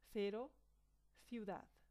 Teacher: Delante de E, I se pronuncia como la TH inglesa